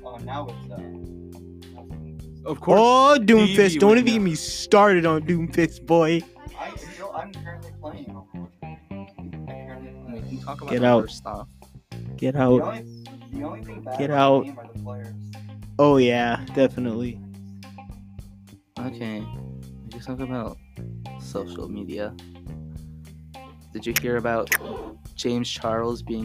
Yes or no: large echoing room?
no